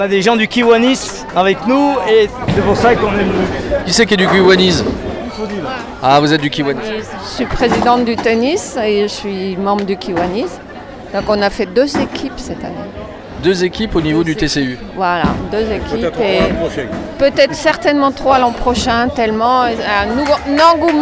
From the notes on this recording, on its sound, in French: Zoom Sur Uzès Open de Bowling 2018. Enregistrement pris lors de la finale le 29 Mars 2018.